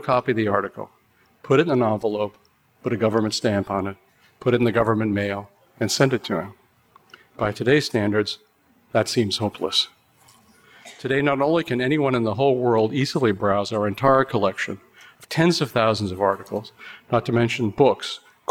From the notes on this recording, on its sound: Recorded at the Mises Circle in Houston, Texas, on 30 January 2016.